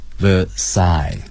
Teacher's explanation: 凡尔赛这个单词的重音是靠后的